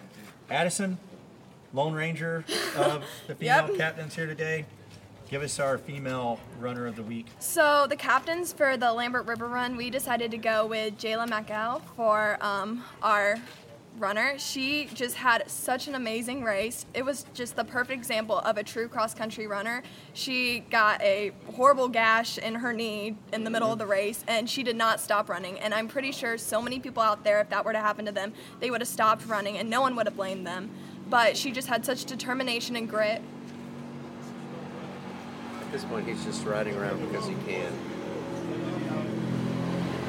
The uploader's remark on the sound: Live at Fowler Park. This episode is LIVE and will have background noise.